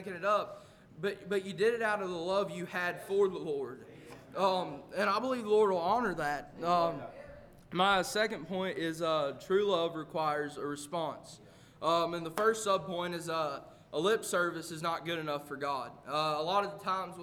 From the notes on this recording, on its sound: A message preached at Crossroads Baptist Church